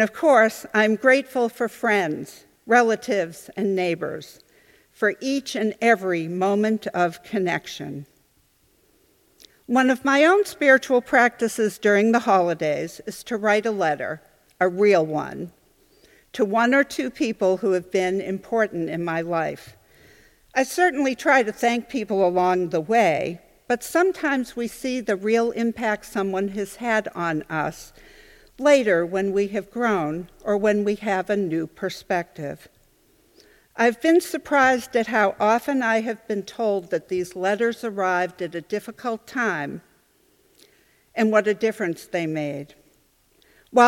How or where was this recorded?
large echoing room